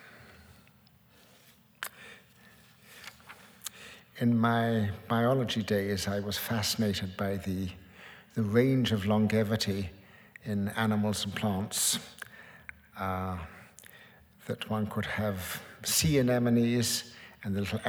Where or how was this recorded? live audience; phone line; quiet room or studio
live audience